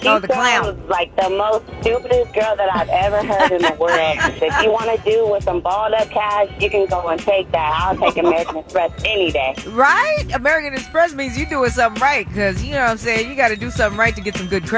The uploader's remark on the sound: Live From Disneyland!